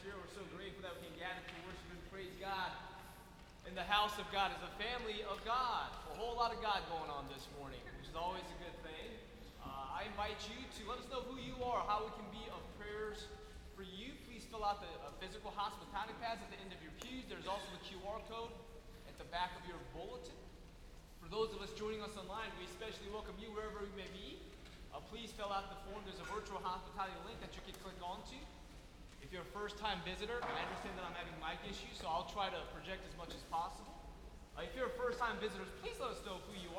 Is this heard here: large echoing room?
yes